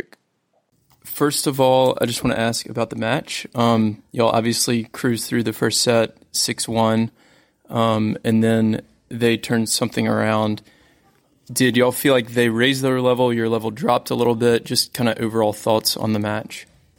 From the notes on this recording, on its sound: Interview from the Charleston Open. This is a very short conversation.